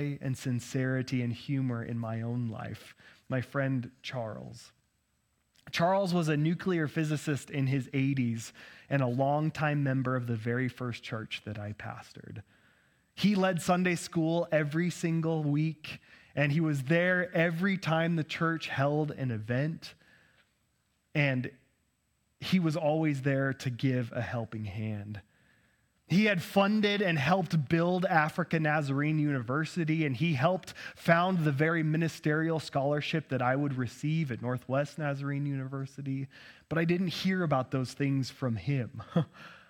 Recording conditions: large echoing room